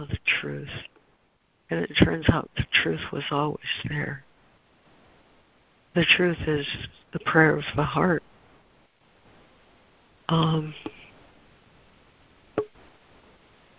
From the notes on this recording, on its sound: ACIM Daily Conference Call